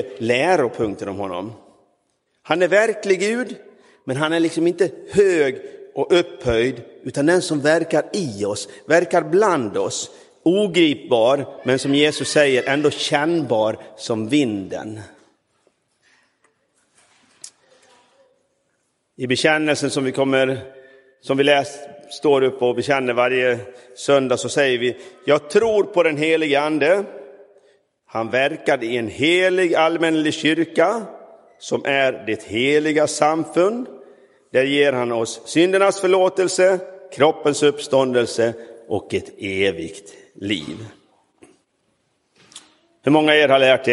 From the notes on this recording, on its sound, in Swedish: Inspelad i Roseniuskyrkan den 21 maj 2023.